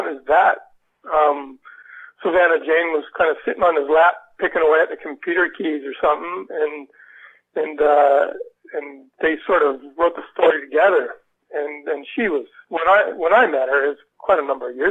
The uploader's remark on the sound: Spoke to us by telephone from his home in Australia.